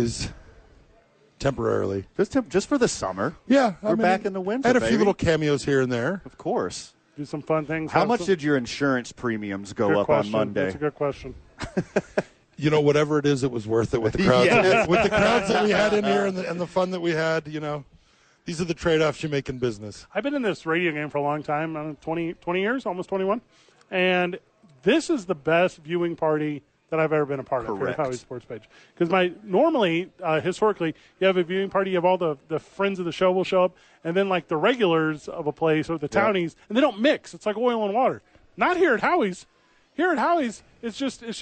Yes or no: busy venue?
yes